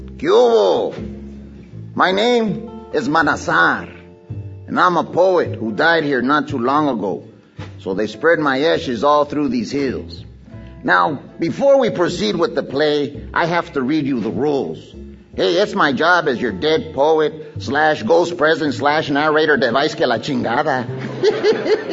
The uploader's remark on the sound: Format: Original Recording. This recording captured before a live audience. The cast is accompanied by musicians.